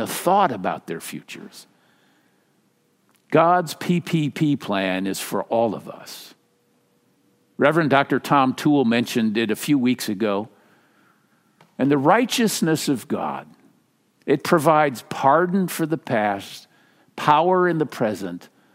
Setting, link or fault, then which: setting, large echoing room